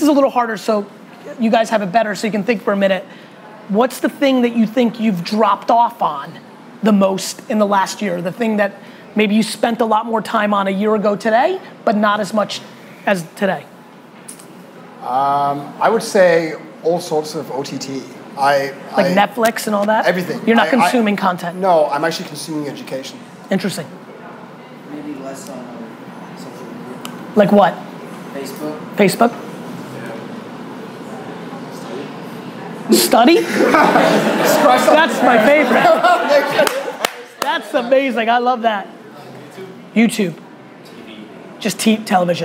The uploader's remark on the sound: A FIRE Q&A With Young Entrepreneurs in Hong Kong. Large Q&A with some students & young entrepreneurs in Hong Kong.